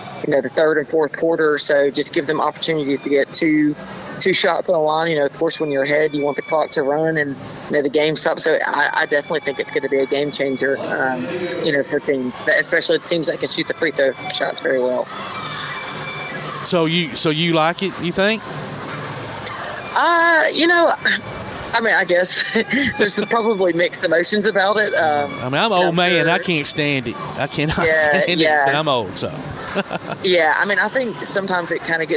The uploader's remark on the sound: Live at the BEST Robotics tournament at Calhoun